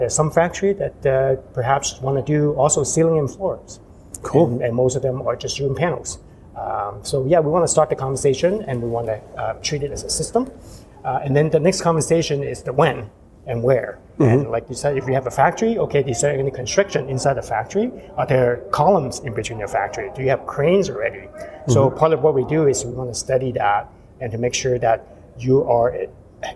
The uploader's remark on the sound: special bonus episode recorded at the Passive House Canada Conference